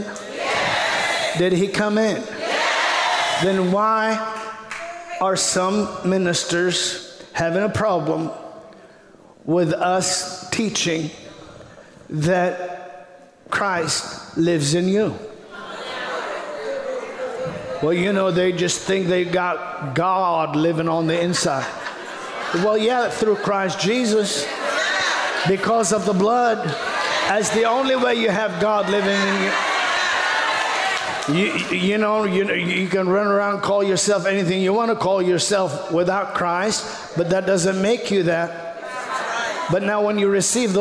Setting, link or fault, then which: setting, large echoing room